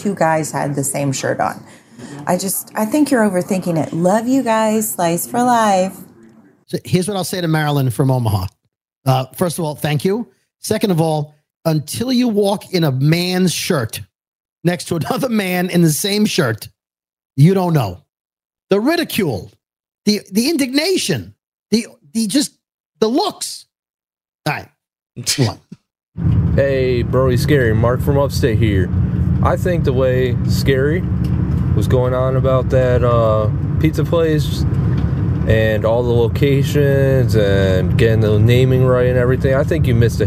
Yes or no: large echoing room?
no